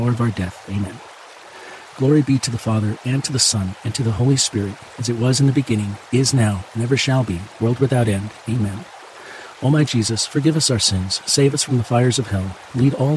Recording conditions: sounds in the background